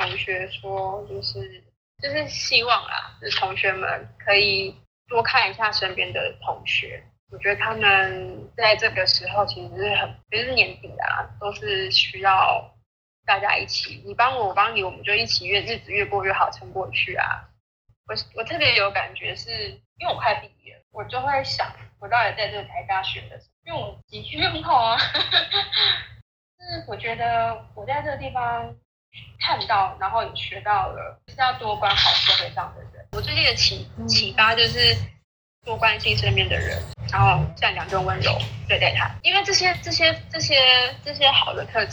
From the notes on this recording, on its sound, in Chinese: 來和我一起在線上聊聊他自己。是用遠端錄音的方式來訪談，這樣我也和各位聽眾一樣，和來賓沒見過面、只能從聲音去認識她，也因此，收音上會有一些瑕疵，希望聽眾們包涵。